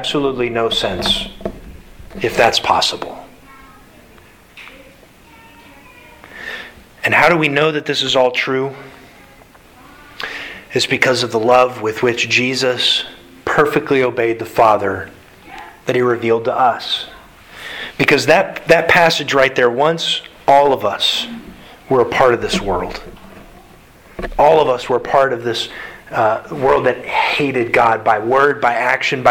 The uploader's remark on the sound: Sermon delivered to the Galena Bible Church